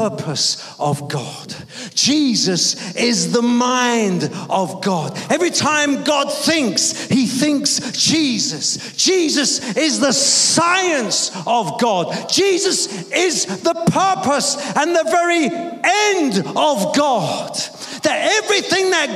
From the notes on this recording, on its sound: preaching at a Church in Thailand